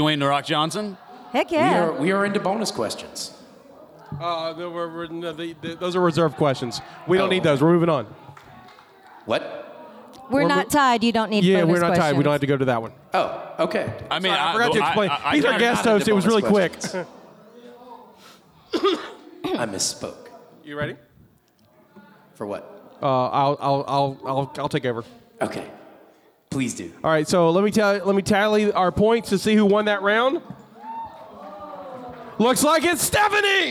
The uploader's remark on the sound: LIVE from PENSACON!